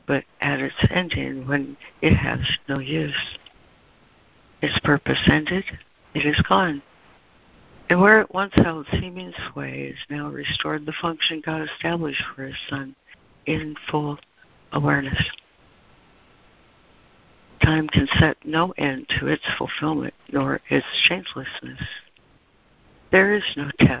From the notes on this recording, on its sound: ACIM Daily Conference Call